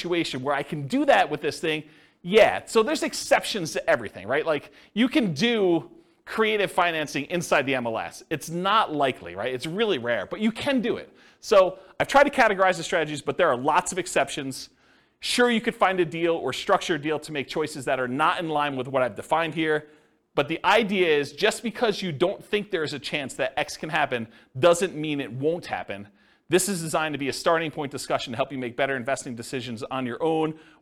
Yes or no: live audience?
yes